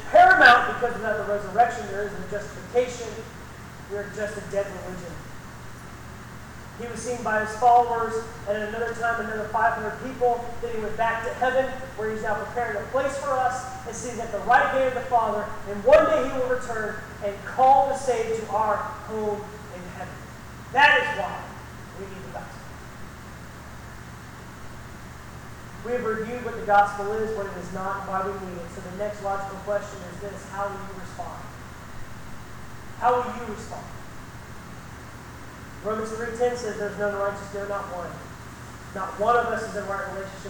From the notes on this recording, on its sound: This message was preached at Baymeadows Baptist Church on Palm Sunday 2019. The recording is not the best quality, and I tried to enhance it, but it just couldn't be fixed.